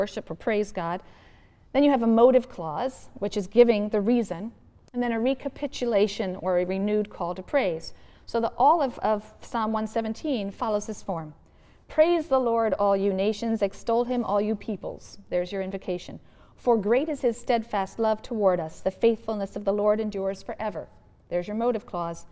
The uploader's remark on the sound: The audio to this episode comes from Lecture #21 in the 2006 YouTube Lecture series